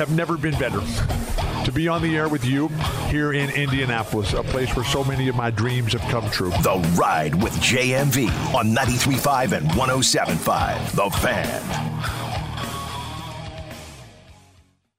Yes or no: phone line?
yes